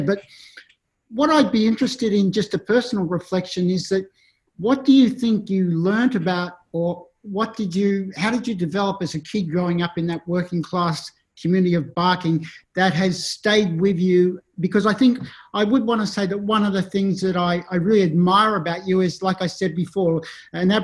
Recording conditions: video call